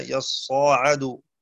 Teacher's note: قرأ شعبة بفتح وتشديد الصاد يصا وتخفيف العين وألف قبلها يصاعد